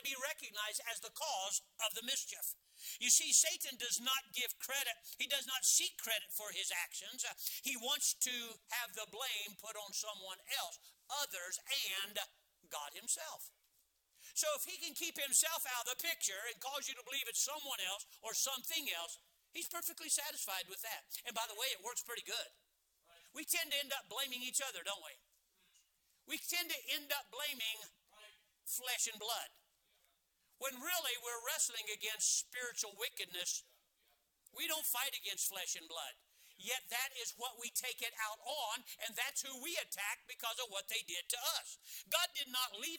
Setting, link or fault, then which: setting, large echoing room